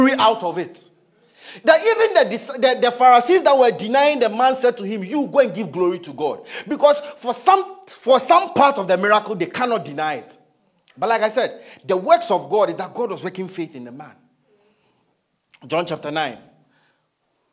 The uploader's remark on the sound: Message preached at ICGC Rehoboth Temple - Toronto